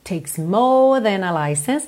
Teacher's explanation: eu alongo esse O, ok? Para não enrolar a língua no R.